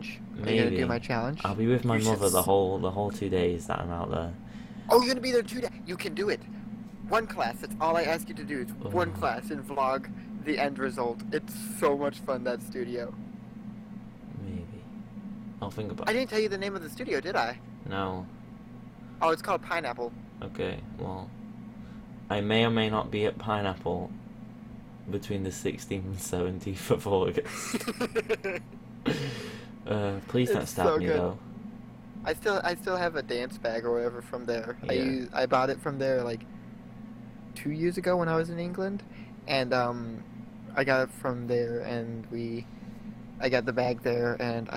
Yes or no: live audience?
no